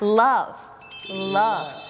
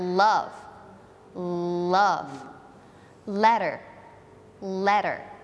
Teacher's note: ตัว Lลิ้นมันจะแตะที่หลังฟันบนค่ะหรือบางทีมันก็ยื่นออกมาระหว่างฟันบนกับฟันล่าง